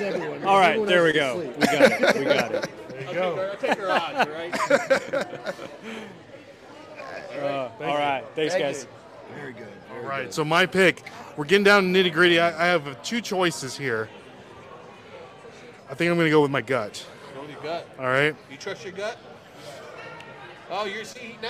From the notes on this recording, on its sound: LIVE FROM FLIPCON